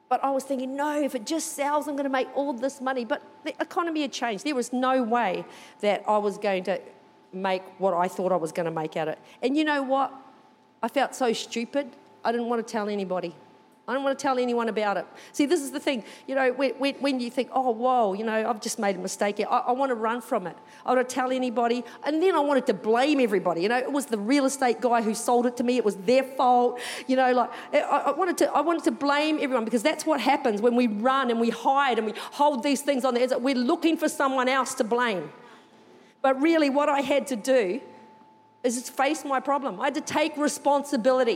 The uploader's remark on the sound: Recorded during our 9am service on Sunday, the 18th of June 2023